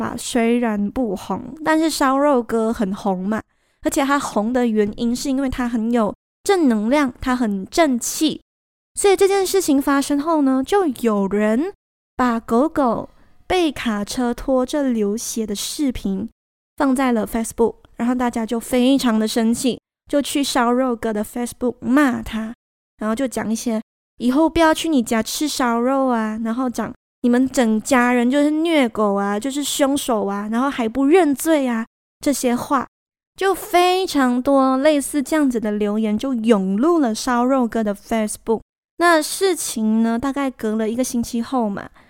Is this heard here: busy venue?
no